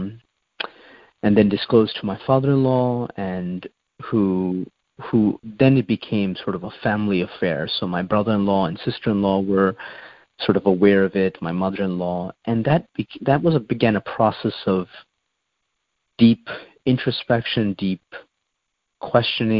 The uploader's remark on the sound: Monday Noon Phone Speaker Series.